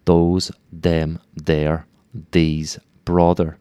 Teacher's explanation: So this, you've got to put the T-H right on the back of the upper front teeth, and you get sort of a those, them. It's halfway between friction and stopping the sound.